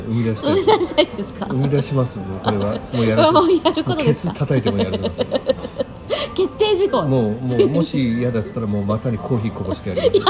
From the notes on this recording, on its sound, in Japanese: 最後の収録を某ファミリーレストランにて